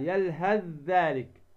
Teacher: فتدغم الثاء في الذال